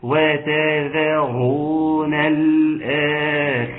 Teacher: رقق الواو ورقق التاء ورقق الذال وفخم الراء · Term: تفخيم الراء